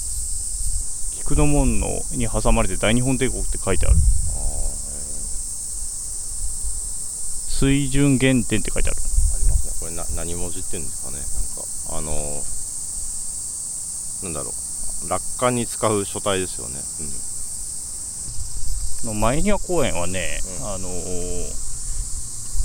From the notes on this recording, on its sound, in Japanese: 夏休みお出かけ企画の第２弾は憲政記念館を出発して国会周辺を散策。音声に風の音が入っていて御聴き苦しいかもしれませんがご了承ください。